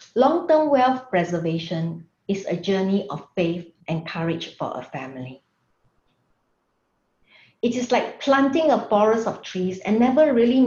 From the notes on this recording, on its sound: Webinar audio recording